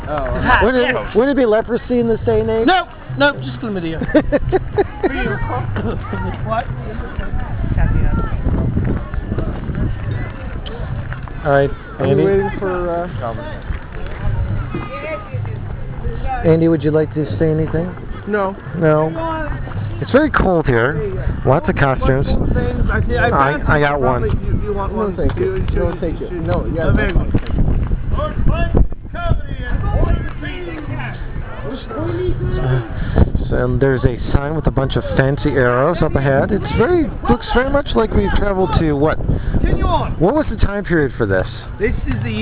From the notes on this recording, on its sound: Little Extra from RenFest 2006. Was able to capture a few moments from visiting the Renaissance Festival before my iPOD died.